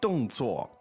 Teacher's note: so the word 动作, two fourth tones there